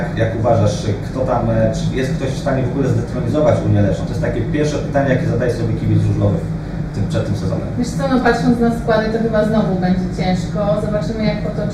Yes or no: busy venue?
yes